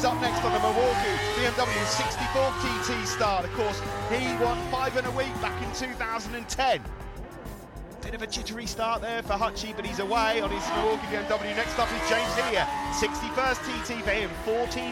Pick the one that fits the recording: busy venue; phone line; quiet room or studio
busy venue